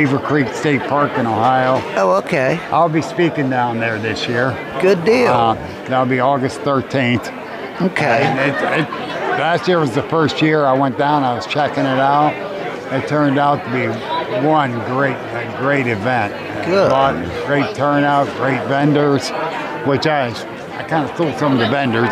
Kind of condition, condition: setting, busy venue